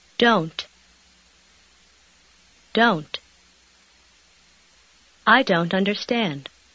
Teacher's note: Заметьте, что звук «т» в конце слова почти исчезает.